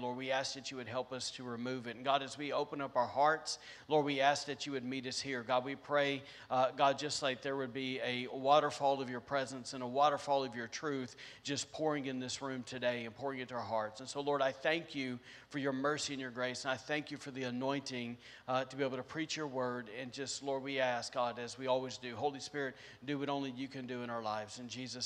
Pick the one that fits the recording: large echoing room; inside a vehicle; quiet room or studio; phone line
large echoing room